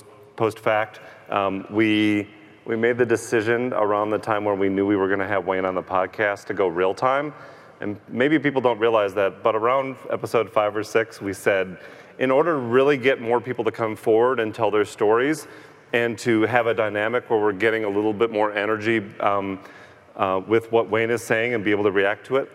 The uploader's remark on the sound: Live from CrimeCon 2018